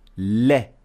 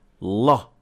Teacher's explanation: Lam is always empty mouth, which means that we will pronounce it like le, not la. · Shown in: first take